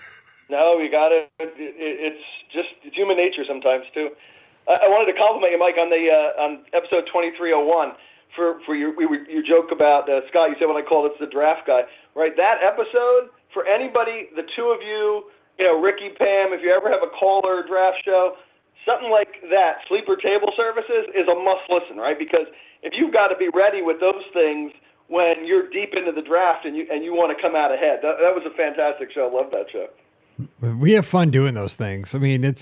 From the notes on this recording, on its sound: This is the Live Call-in Show. We take lots of calls over the hour.